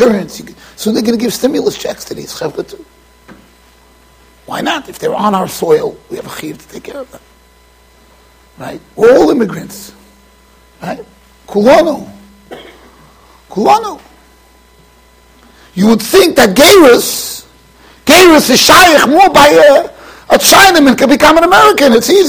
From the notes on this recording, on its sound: Shiur recorded in Yeshivas Ohr Reuven, Monsey NY.